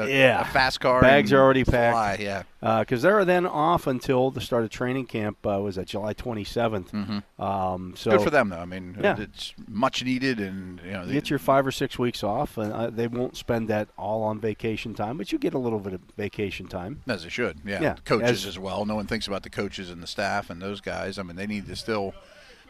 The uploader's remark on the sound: SNR The Drive live from Steelers' Mini Camp Day 2. Broadcast live from the UPMC Rooney Sports Complex during day two of Steelers' Mini Camp.